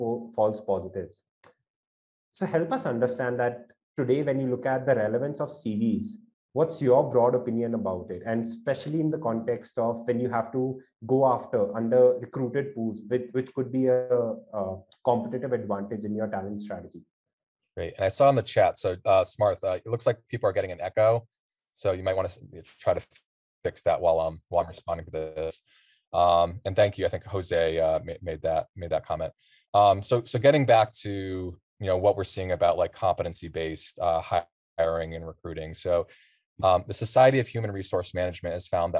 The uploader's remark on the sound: This is a recording of our webinar of the same name.